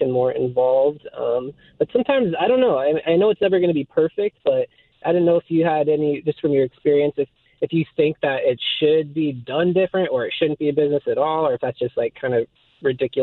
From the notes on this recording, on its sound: Open Phone Friday Continues.